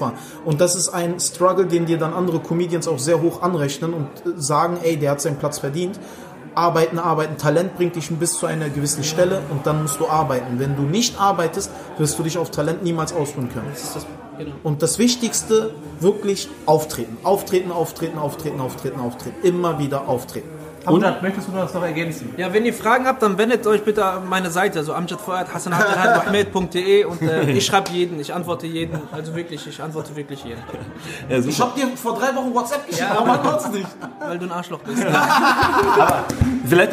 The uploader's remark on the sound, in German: Backstage Talk. Kurze und spontane Aufnahme mit dem Berliner Comedian. Am späten Samstagabend nach der Mixed Comedy Show in der Latüchte in Epe. Während die Gäste den Abend gemütlich ausklingen lassen läuft im Backstage Bereich das Aufnahmegerät.